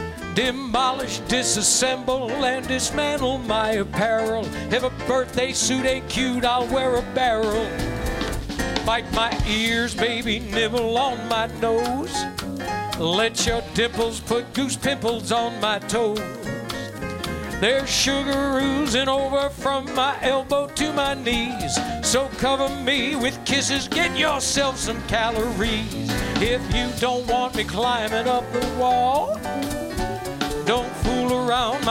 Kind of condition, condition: setting, busy venue